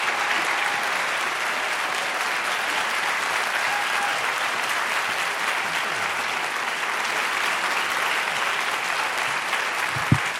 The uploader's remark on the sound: on stage at the Fitzgerald Theater for the third conversation in the 2023 Talking Volumes season